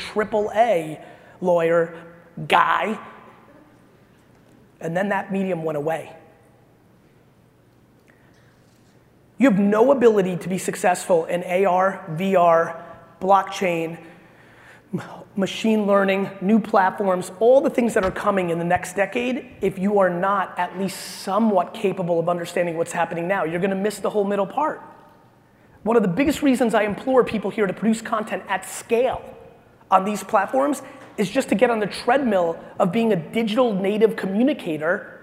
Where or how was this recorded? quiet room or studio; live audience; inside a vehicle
live audience